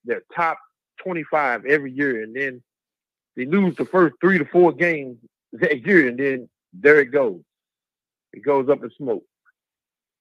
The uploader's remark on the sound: Call In/Chat LIVE